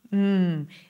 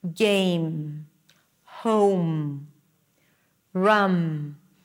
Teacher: you close your lips and you release air through the nose